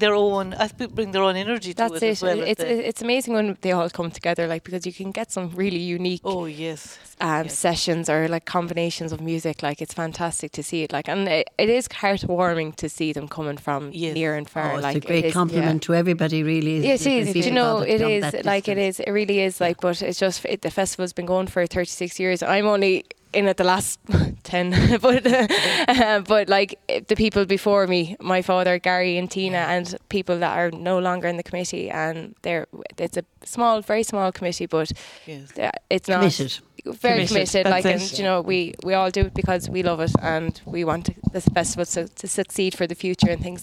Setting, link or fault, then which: setting, busy venue